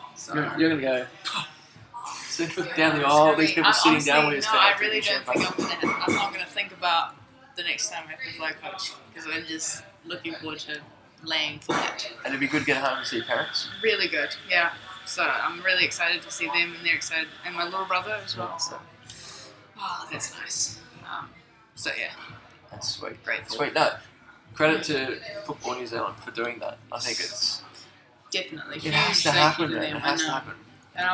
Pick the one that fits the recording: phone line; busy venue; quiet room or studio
busy venue